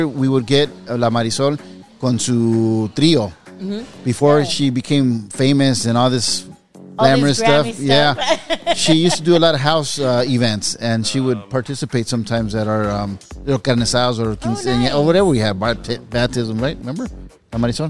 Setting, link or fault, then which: setting, busy venue